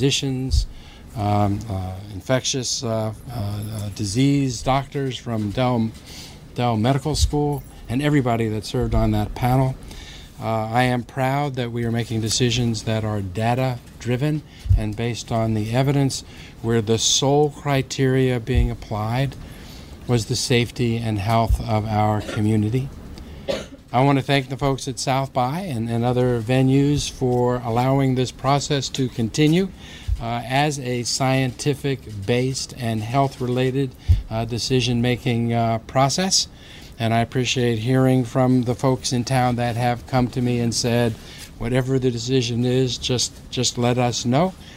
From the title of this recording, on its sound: full press conference